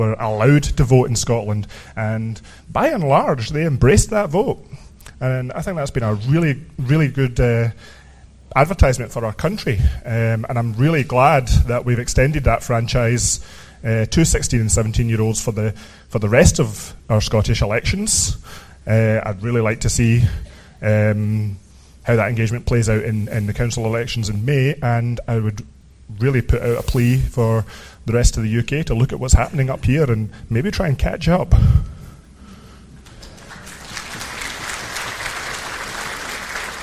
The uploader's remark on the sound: was recorded in Glasgow, Scotland on the 19th of January 2017 at the Sottish Independence Convention conference